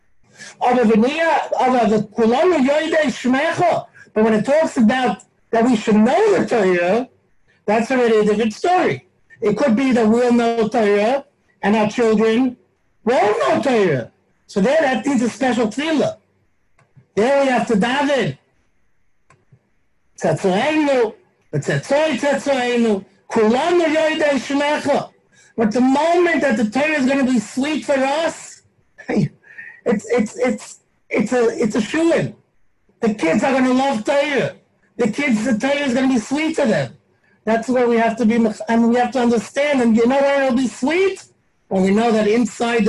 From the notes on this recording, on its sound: Live on Zoom 7-19-2020.